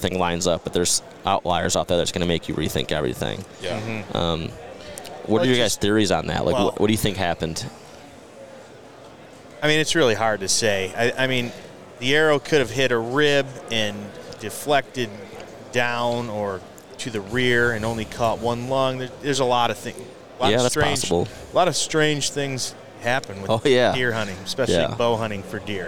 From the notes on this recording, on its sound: at the Great American Outdoor Show in Harrisburg